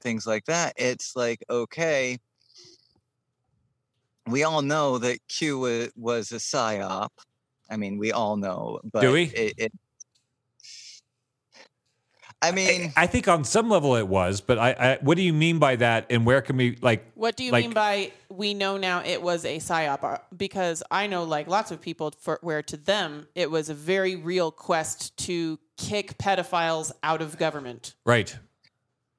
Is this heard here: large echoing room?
no